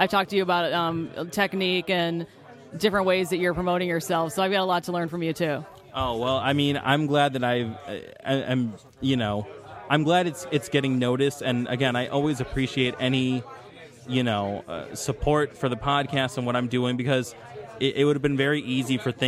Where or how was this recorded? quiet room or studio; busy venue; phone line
busy venue